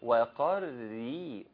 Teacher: مرققة عشان مكسورة. مرققة، بس ممكن نحذر إن نقول وكري بالكاف، إنما وقا مفخمة، وقري، وانزل على الراء المرققة وكمل.